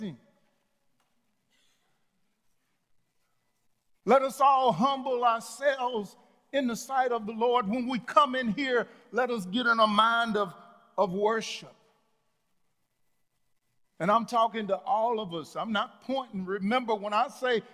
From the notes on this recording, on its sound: Sunday message from The Fellowship in Nashville, recorded live on August 1, 2021.